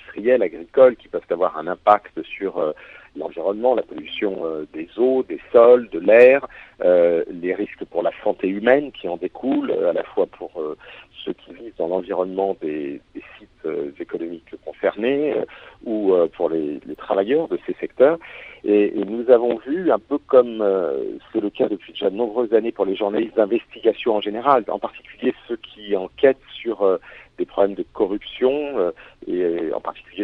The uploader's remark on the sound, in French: Aujourd'hui, direction Malte pour rejoindre par téléphone.